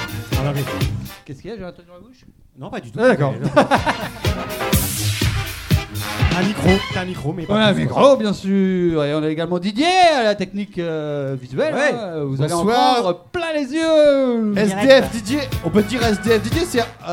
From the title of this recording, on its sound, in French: Emission Live "Citizen Bar"